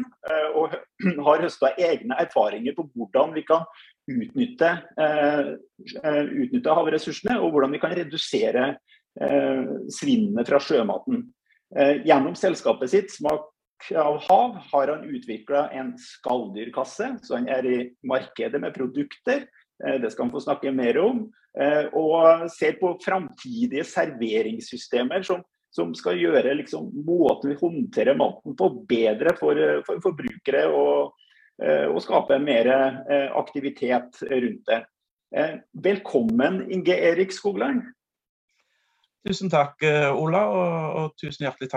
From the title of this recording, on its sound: Live Zoom